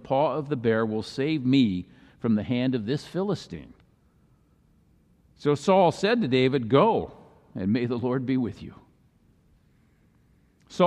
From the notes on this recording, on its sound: Messaged delivered during the Traditional Worship service.